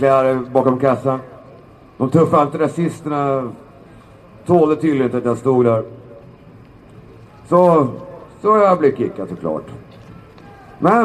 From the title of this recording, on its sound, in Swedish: talar på Mynttorget 10 mars 2019